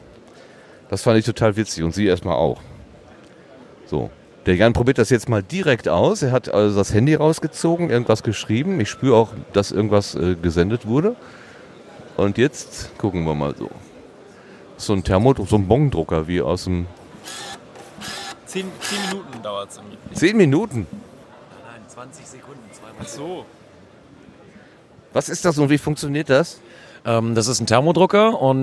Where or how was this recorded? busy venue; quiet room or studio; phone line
busy venue